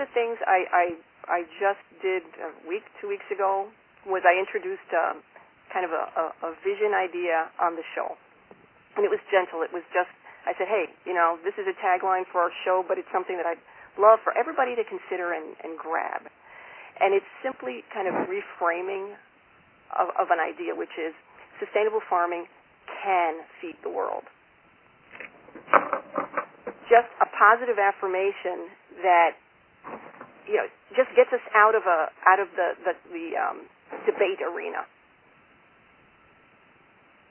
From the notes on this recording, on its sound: Call recorded on May 12, 2011.